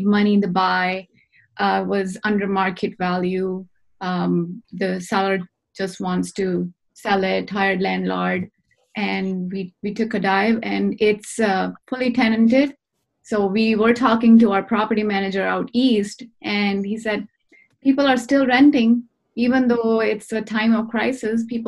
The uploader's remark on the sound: via ZOOM